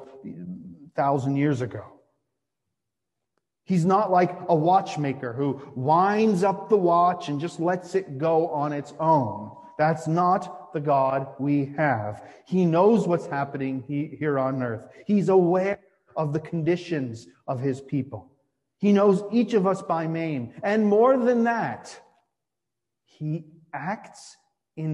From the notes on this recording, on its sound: Sermon delivered on Midweek Vespers for the First Week in Advent.